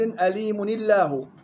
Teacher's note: مع ترقيق لام لفظ الجلالة وصلا